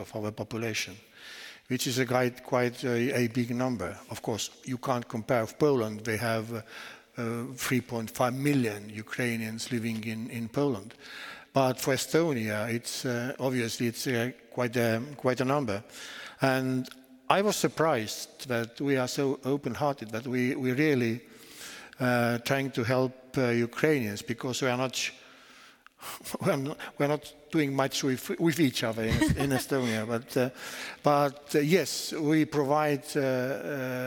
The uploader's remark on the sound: The evening was held at the Lund University Aula and ended with a Q&A with the audience.